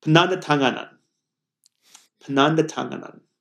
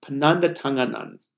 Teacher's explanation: it's all the same vowel, mostly. It's the ah sound. And then almost everything else, it moves from a bilabial stop, then all the different types of alveolar stops and continuance, and then there's a nasal as well. · it moves from a bilabial stop, then all the different types of alveolar stops and continuance, and then there's a nasal as well. So it like moves all over your mouth in ways that just always trip me up.